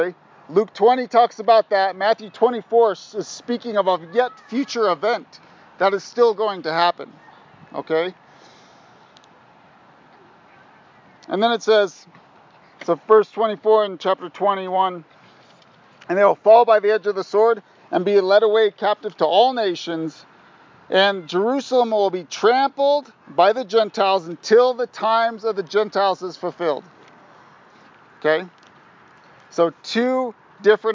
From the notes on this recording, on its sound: Sorry for the wind! I pray your faith is built up in-spite of the noise.